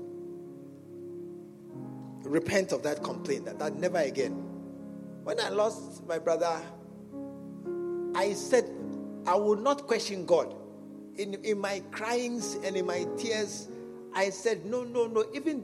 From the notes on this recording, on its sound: at the SAT Service, True Vine Cathedral, Bantama